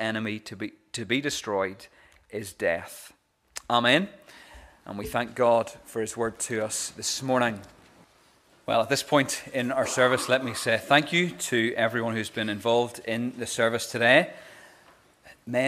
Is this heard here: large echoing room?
yes